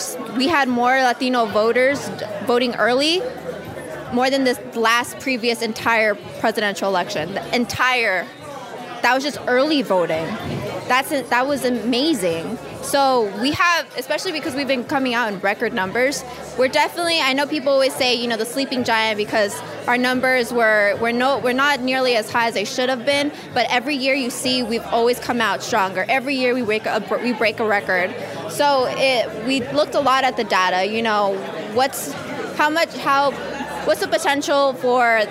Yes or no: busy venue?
yes